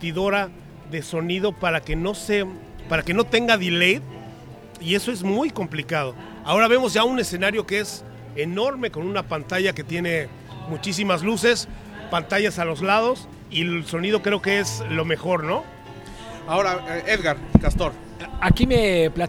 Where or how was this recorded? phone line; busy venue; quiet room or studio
busy venue